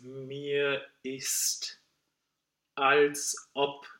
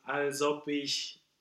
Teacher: And if we have a word like mir, basically instead of ending it with a r, with an r, we're ending it with a vowel, and then we need a real glottal before the next word that starts with a vowel · Shown in: first take